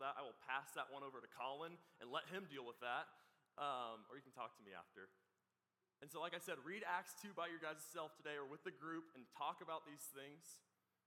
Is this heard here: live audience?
yes